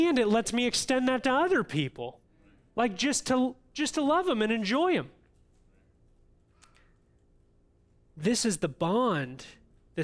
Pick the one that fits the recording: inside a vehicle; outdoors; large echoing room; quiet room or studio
large echoing room